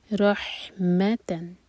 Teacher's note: حا ساکن کے بعد میم پر زور